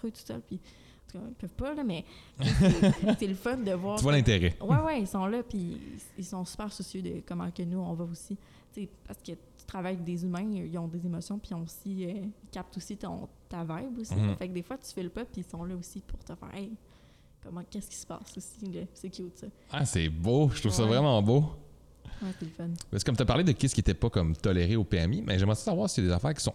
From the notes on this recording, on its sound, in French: Le podcast a été enregistré en octobre 2021 à la microbrasserie le Boquébière au 50, rue Wellington Nord à Sherbrooke.